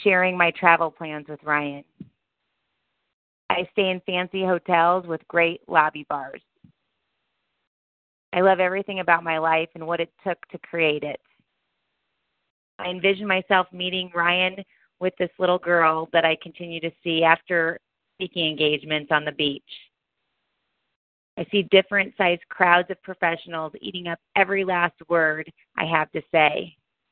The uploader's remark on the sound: Modern Muse Conference Call Line.